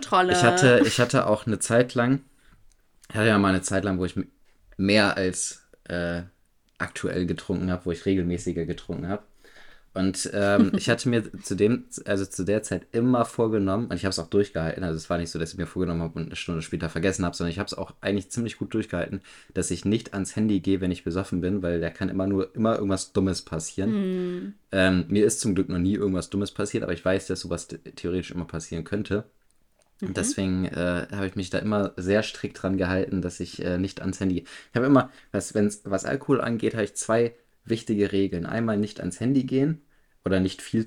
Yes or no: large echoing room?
no